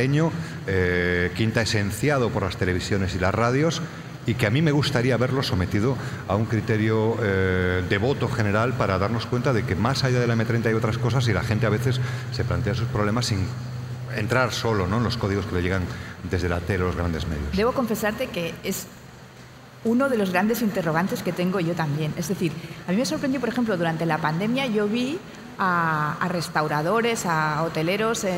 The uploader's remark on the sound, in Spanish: Episodio especial grabado en directo en el Festival de las Ideas y la Cultura celebrado en A Coruña.